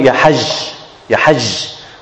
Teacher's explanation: Lebanese, they say for the jim, they make it rakhawa. They continue with the sound. They may call ya hajj, ya hajj.